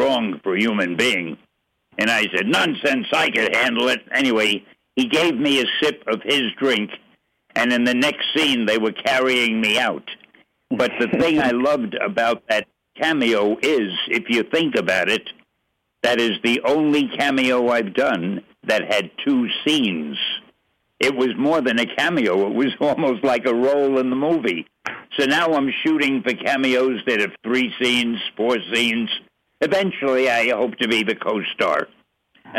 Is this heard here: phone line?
yes